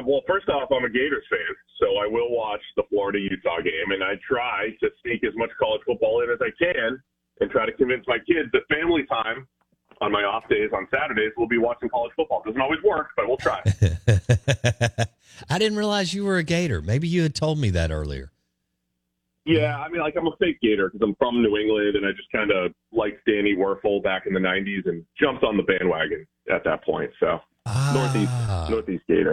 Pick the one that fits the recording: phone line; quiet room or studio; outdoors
phone line